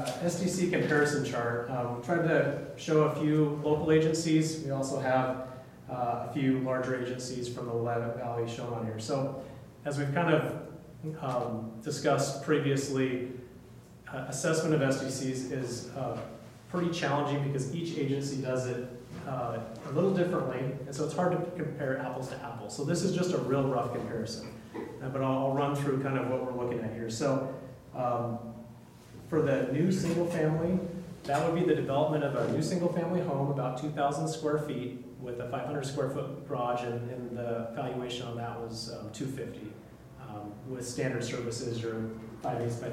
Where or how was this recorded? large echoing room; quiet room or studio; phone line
large echoing room